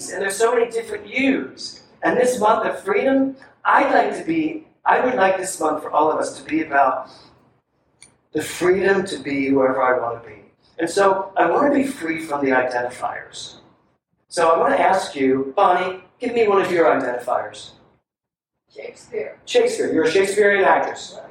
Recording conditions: poor sound quality